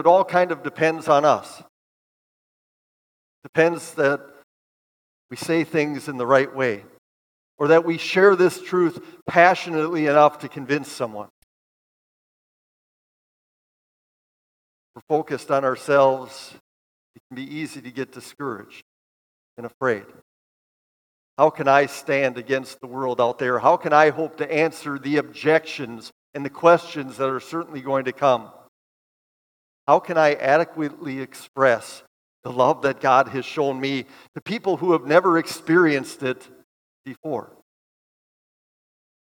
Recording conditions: large echoing room